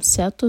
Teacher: سیتو، جب ہم سیتو کہیں تو سین کو سو آواز نہیں دینی، سین لائٹ رہے گا اور پھر تو سے جوڑیں گے.